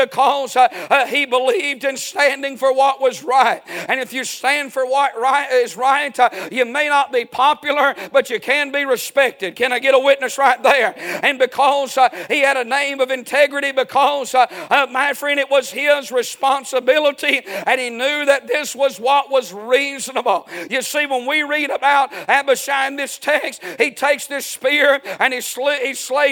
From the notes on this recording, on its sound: A sermon preached Sunday Evening, on May 14, 2023.